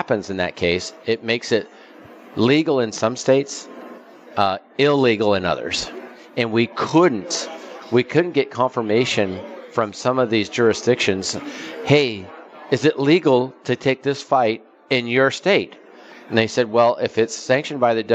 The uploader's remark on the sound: Live from the Superbook at Westgate Las Vegas